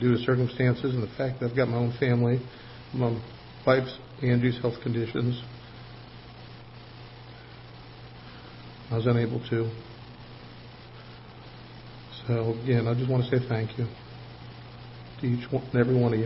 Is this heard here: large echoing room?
yes